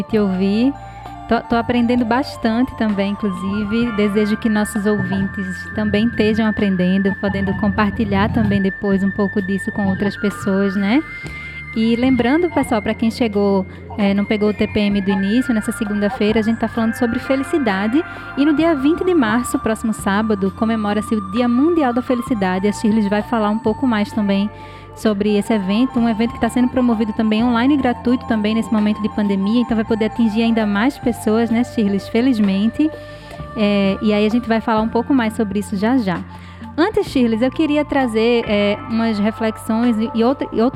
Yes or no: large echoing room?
no